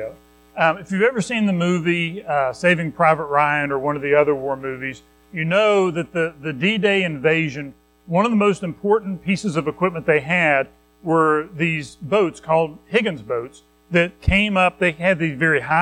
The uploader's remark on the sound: Recorded at Madison Baptist Church in Madison WV on Oct 8, 2023